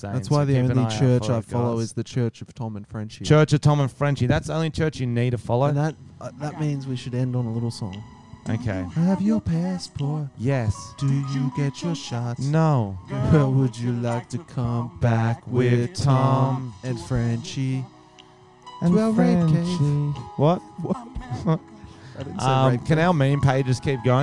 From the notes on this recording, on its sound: We went to an amateur MMA fight night at a pub & recorded voice memos during it.